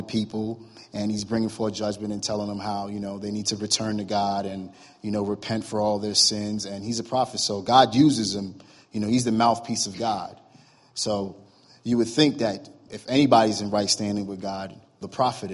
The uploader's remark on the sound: was recorded Sunday, November 26, 2017, during morning services at Celebration Life Family Church